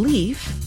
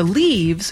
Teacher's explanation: If you knew how the sound F worked in Old English, it suddenly isn't mysterious why the noun leaf, with an F, turns into leaves with a V when you make it plural